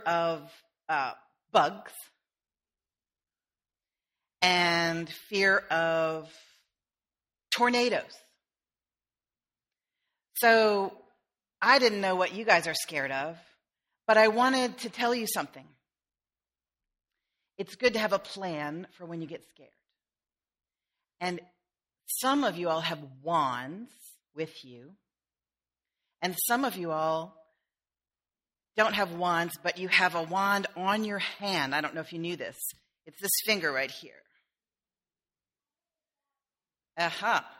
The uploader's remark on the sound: sermon delivered on August 4, 2013